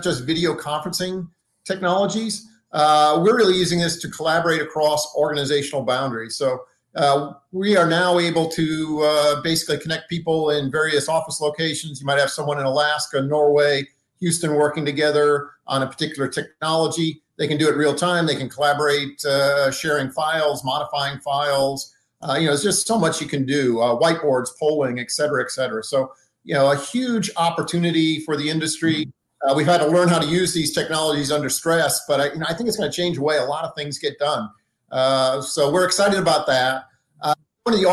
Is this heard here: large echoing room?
no